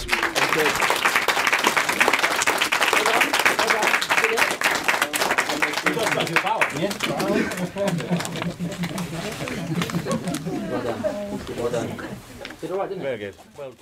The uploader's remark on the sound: Recorded in front of a live audience at the Wellington Orbit cinema, we bring you a Q&A at the premier of Reduced to Clear. The film had just ended, the lights had just come up. The film that they has just showed to a full audience. Some questions from the audience.